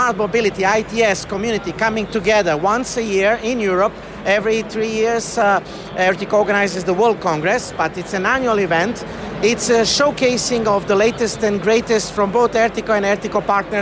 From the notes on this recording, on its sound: Recorded at ITS Europe in Lisbon